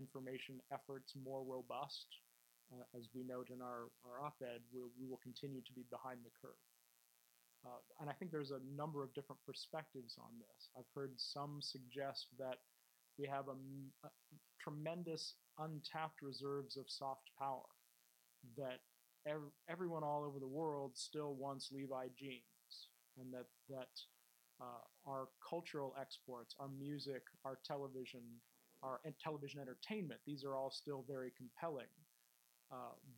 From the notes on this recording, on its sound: This lecture was given at The Institute of World Politics on November 10th 2016